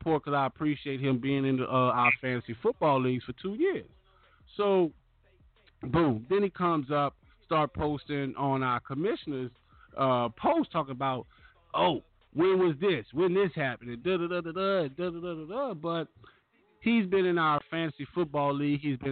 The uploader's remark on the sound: We take member call ins.